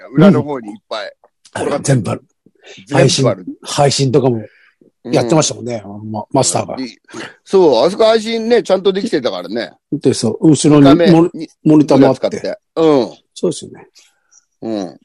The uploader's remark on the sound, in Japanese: ZOOMで収録